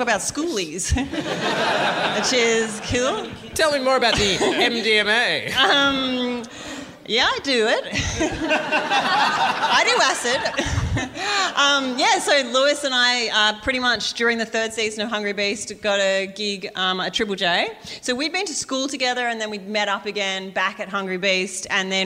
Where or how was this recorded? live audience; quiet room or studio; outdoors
live audience